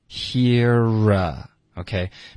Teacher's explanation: Hear 这个字的发音跟 about 我们会连读